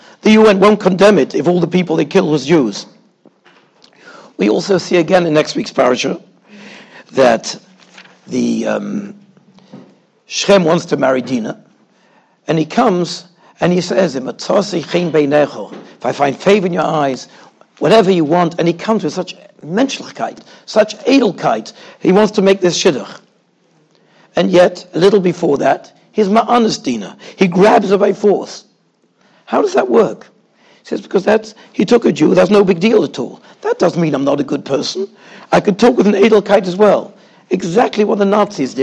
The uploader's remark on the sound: Shiur recorded in Yeshivas Ohr Reuven, Monsey, NY.